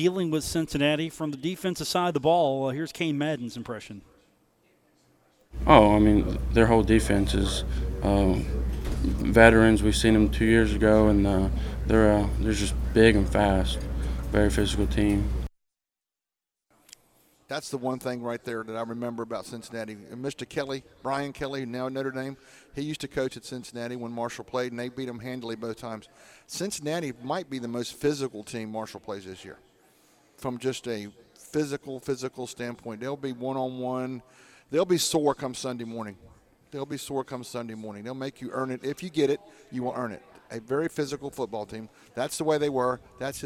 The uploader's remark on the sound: live from The Union Pub and Grill